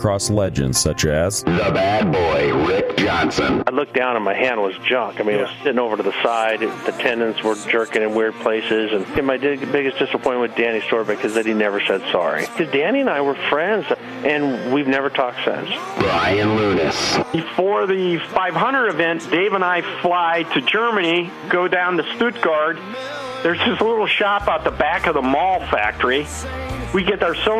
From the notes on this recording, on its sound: on the phone